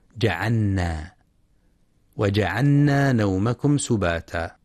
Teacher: وفي قوله سبحانه: وجعلنا نومكم سباتا، وجعلنا الليل لباسا، وجعلنا النهار معاشا، في كلمة جعلنا يخطئ من يدغم اللام في النون فيلفظها نونا